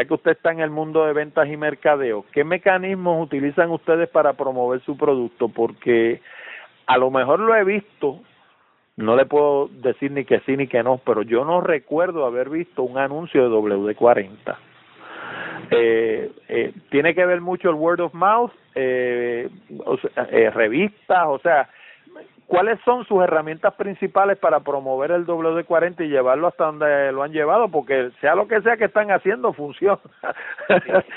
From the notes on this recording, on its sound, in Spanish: No por Skype sino por teléfono tradicional. Así que la calidad del audio no fue necesariamente a la que están acostumbrados los oyentes de Hablando De Tecnología.